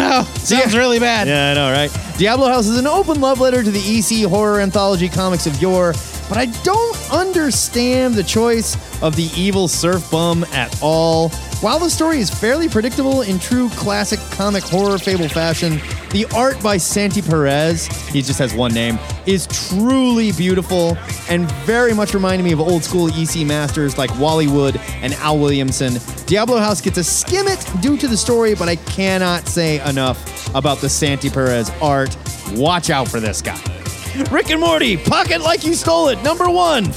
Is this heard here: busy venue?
yes